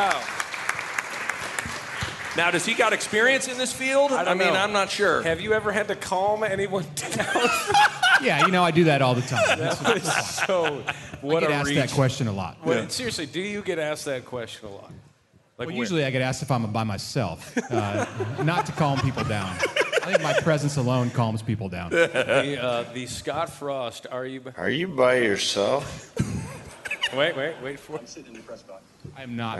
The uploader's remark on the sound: Live from Hail Varsity Club. A young listener joins the guys on stage. Live Q&A with fans.